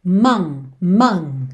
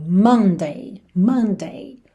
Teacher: Mon, mon, tá? Ele é bem nasal.